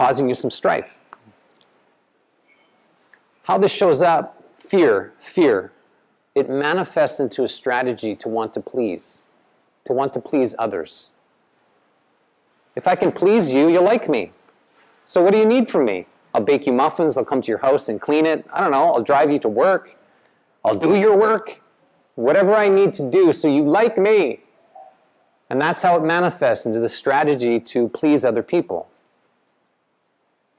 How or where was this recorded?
live audience